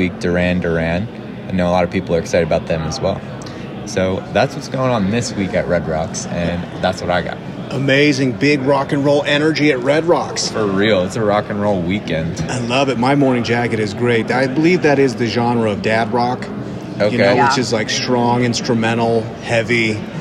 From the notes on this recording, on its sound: Live From Podcast Movement 2023 in Denver. Coming to you live from the Podcast Movement Conference.